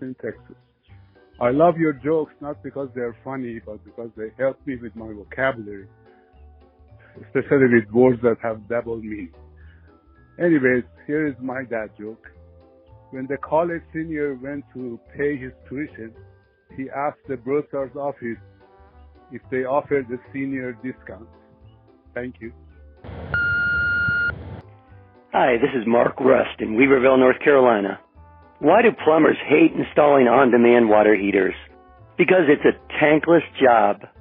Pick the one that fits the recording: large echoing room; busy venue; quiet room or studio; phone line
phone line